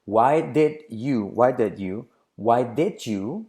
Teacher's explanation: La D más la Y, sonido J.